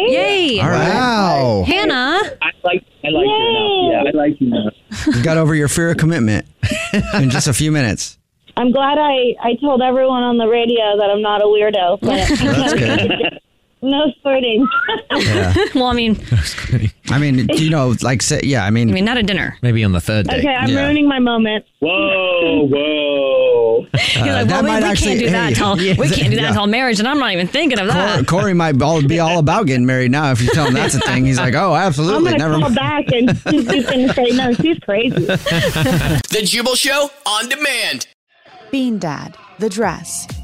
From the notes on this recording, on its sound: We get that other person on the phone